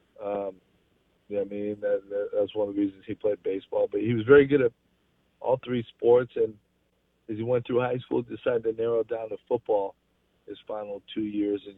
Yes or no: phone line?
yes